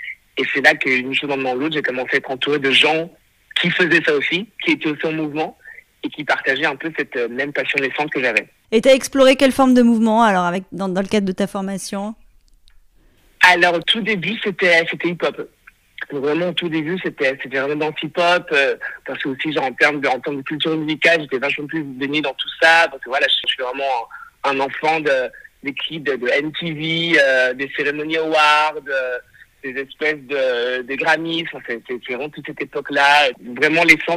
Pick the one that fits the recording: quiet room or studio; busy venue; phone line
phone line